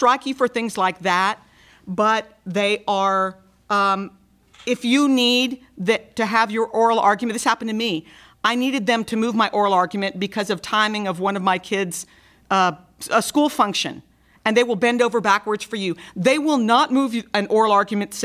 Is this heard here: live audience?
yes